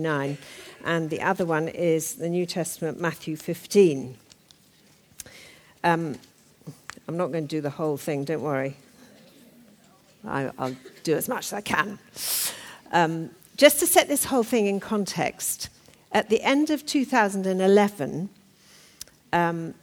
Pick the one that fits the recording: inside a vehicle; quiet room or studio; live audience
live audience